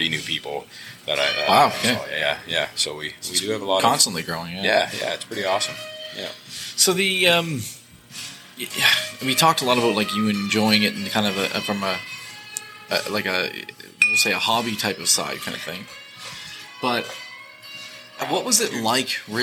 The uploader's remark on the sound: Recorded at Serpent Brewing.